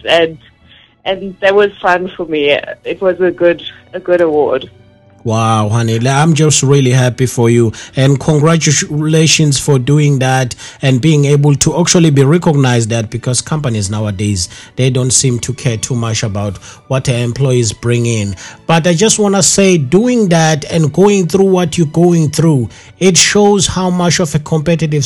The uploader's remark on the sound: joined over phone